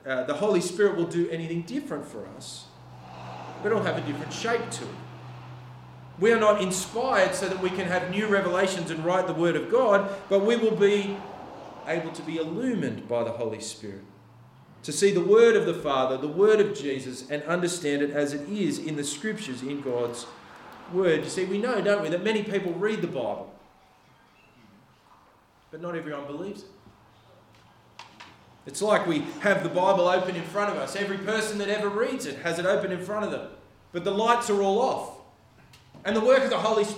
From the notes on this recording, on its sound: The sermon was preached on October 29th at all services of Helensburgh and Stanwell Park Anglican Church.